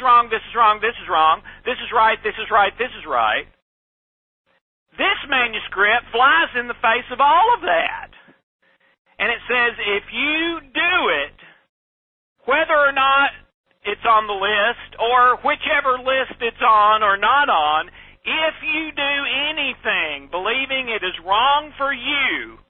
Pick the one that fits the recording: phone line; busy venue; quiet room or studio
phone line